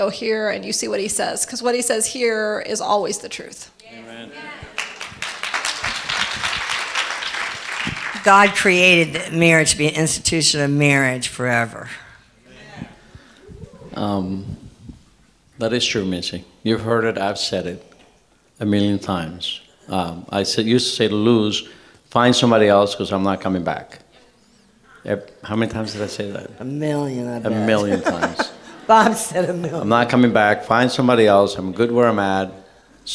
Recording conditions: live audience